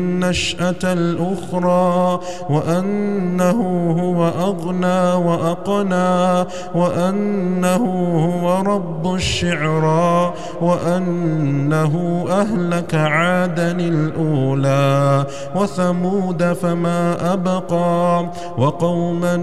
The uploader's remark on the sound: recorded at Green Lane Masjid, Birmingham, UK